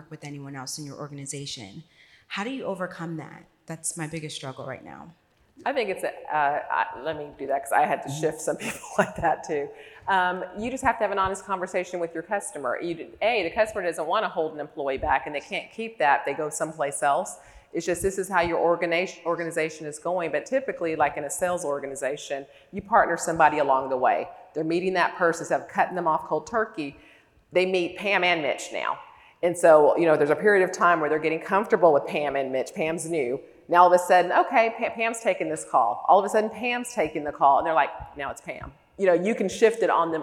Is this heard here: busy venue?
yes